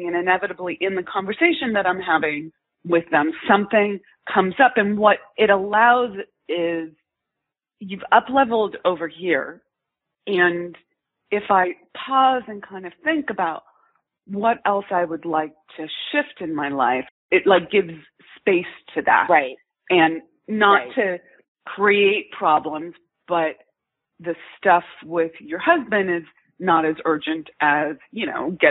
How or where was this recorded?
phone line